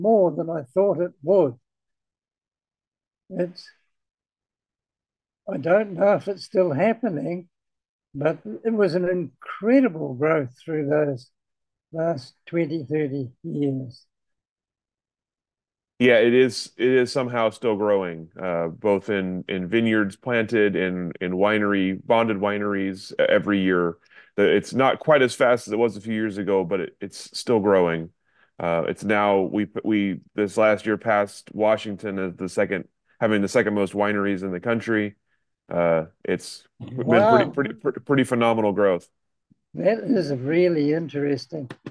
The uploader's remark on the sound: This interview was conducted.